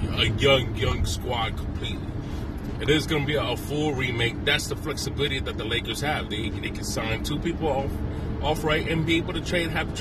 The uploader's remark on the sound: Today I will talk about thoughts in my car.